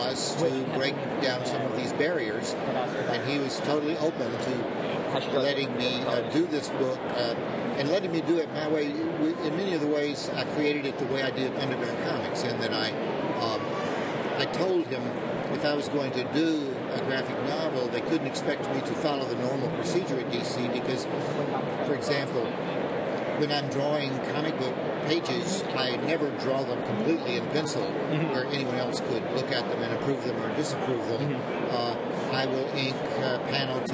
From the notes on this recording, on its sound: LIVE! From the 2014 MoCCA Fest! From the floor of the 2014 Museum of Comic and Cartoon Art Festival!